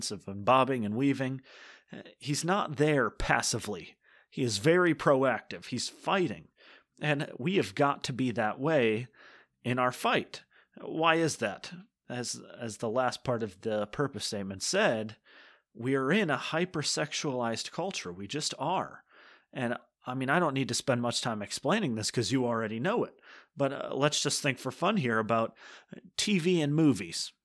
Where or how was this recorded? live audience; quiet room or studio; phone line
quiet room or studio